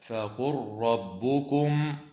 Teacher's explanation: وتدغم لام الفعل في الراء